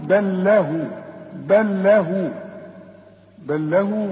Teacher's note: إذا وصلنا تجي اللام دي ساكنة، بنشبكها مع اللام التانية بتدغم، بتبقى لام واحدة، نقول بل له، بل له، بل له ما في السماوات.